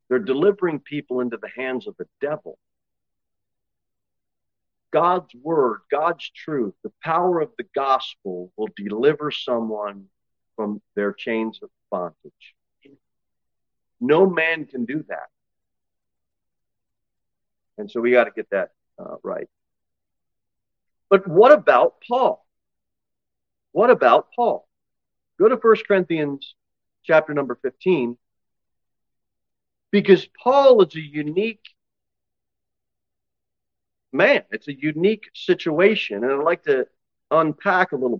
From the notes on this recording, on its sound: Sermon delivered at Pilgrim Baptist Church